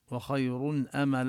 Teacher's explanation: نفخم الخاء من خير ونظهر النون التي في التنوين قبل الهمزة، وخير أمل الهمزة التي هي من حروف الإظهار، الهمزة والهاء والعين والحاء والغين والخاء.